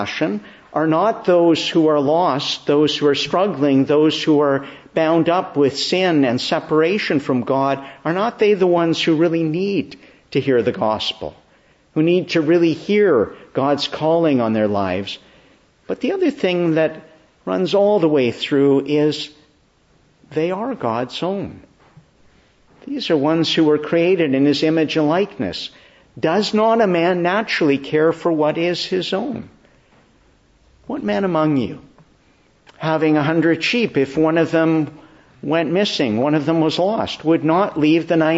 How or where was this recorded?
large echoing room